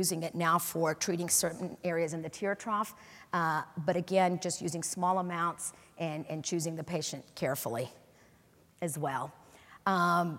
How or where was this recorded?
live audience